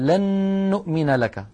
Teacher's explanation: أدغمنا النون في كلمة لن بكلمة نؤمن التي بعدها، فنشأت نون مشددة طولنا غنتها حتى صارت أكمل ما تكون